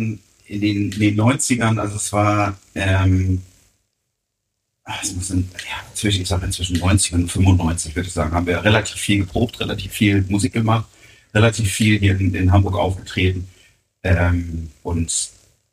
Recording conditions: poor sound quality